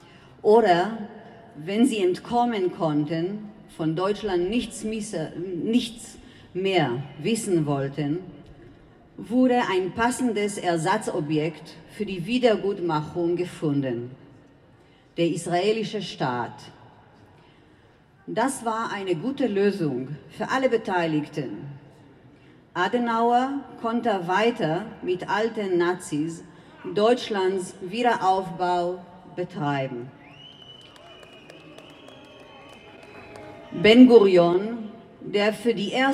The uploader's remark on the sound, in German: Bei ihrem gemeinsamen Auftritt bei der großen Friedensdemo in Berlin.